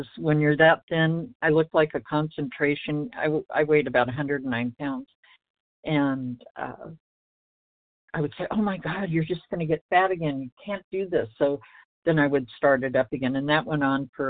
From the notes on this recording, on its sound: 100 Pounders Phone Meeting